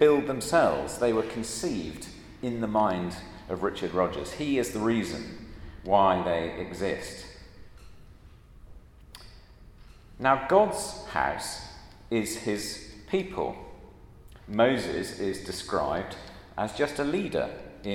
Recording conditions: large echoing room